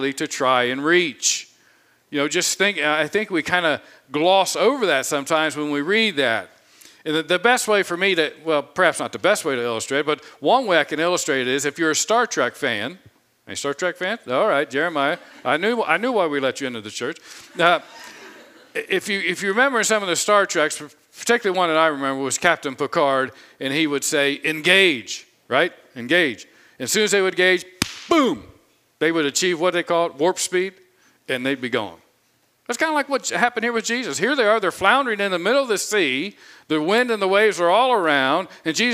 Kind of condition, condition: setting, large echoing room